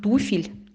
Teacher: Нужно запомнить, что во всех формах этого существительного ударный только первый слог.